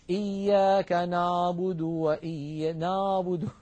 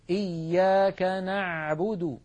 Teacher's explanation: العين التي اعتدنا في أكثر العاميات المعاصرة أن ننطقها هي أعلى من العين الفصيحة · Shown in: first take · العين الفصيحة أعمق بقليل من العين التي اعتدنا أن ننطقها بالعاميات. يعني مثلا كثيرا ما نسمع إياك نعبد نعبد، يعني الصوت إيش هذا نعبد، لابد من أن نعمقه، إياك نعبد هكذا العين الفصيحة.